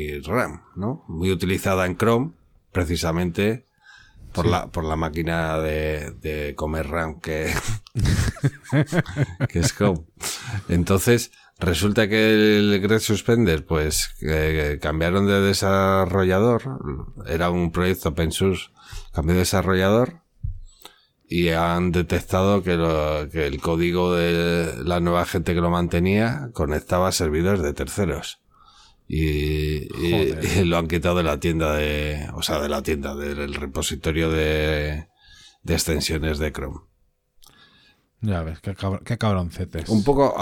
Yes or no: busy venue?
no